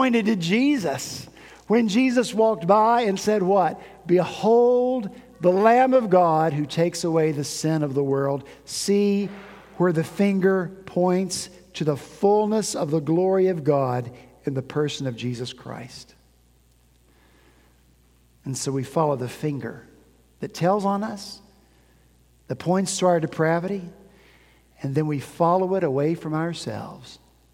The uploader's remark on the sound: At Redeemer Presbyterian Church in Charleston, SC